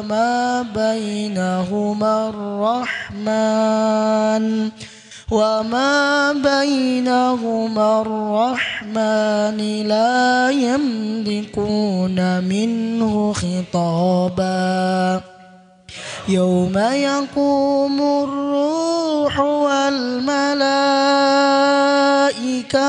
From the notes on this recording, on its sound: LIVE dari Masjid Daarut Tauhiid Bandung